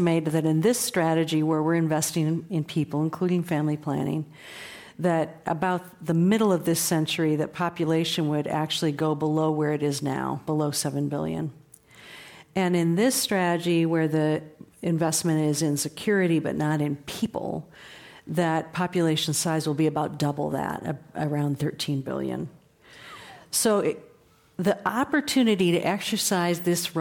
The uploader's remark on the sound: This program was recorded in front of a live audience at The Commonwealth Club of California in San Francisco on July 11, 2019.